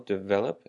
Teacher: So for the word develop, we have the emphasis on the vel, develop